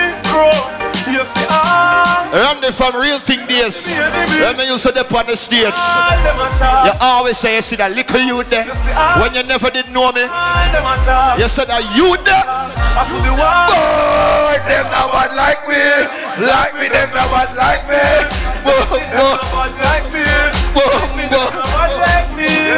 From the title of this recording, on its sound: AT THE SCORPIO BASH DAY PARTY 2018